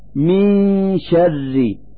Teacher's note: نلفظ النون الساكنة من كلمة من مخرج الشين من كلمة شر، فنقول من شر مع إظهار الغنة التي هي الدليل على وجود النون الساكنة.